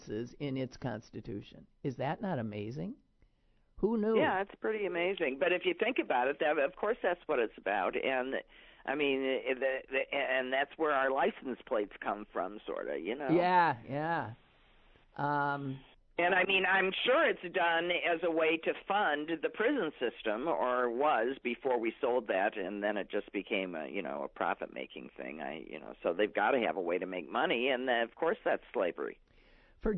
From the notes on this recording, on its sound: is on the phone today